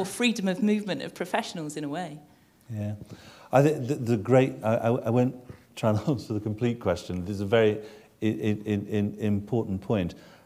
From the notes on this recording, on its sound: This lecture was recorded on 25 May 2010 in the University of Edinburgh's George Square Lecture Theatre.